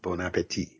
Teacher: And no pronouncing that final T.